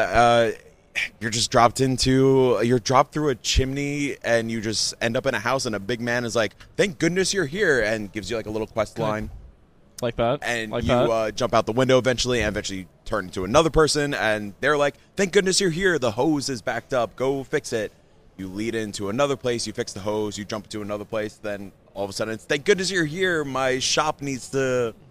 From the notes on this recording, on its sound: Are joined by a slew of wonderful guests to talk about PAX West 2023 live on-location!